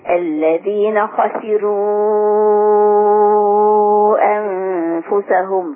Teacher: ترقيق الراء ما يأثرش على تفخيم الخاء